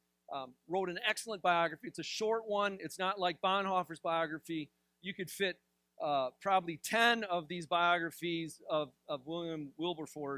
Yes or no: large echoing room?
yes